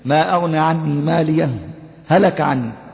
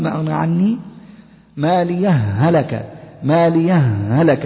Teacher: شايف هاء واحدة مشددة · Shown in: second take · Term: الإدغام